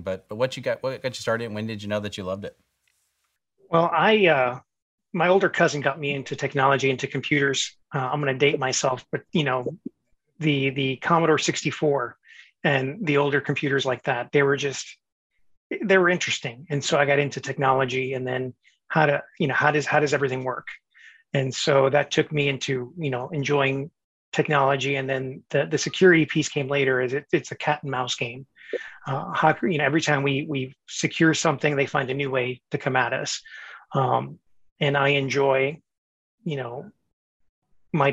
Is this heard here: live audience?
no